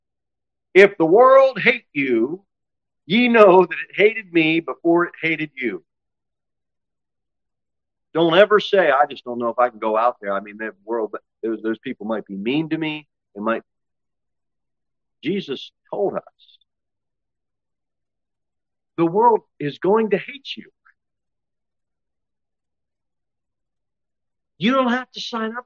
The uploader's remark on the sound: Sermon delivered at Pilgrim Baptist Church on Thursday, August 10, 2023, at 6-15 pm. Pilgrim Baptist Church, located at 229 W. Jere Whitson Rd. Cookeville, TN 38501.